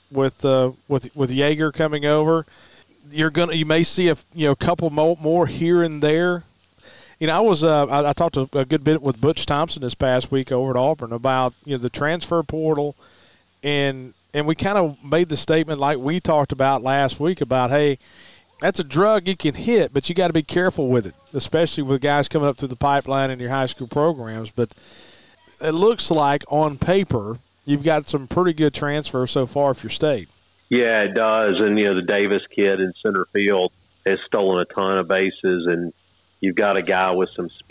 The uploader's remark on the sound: Live from the Neshoba County Fair